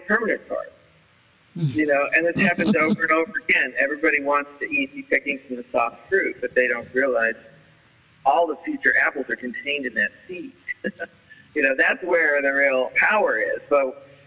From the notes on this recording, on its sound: there was a lot of interference and low sound quality (for whatever reasons) with the phone line